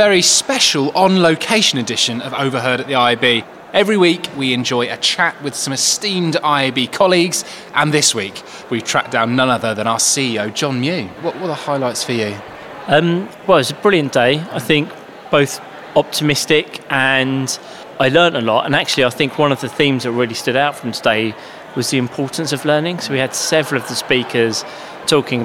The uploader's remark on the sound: At IAB UK’s Engage. Recorded on-site at the Barbican.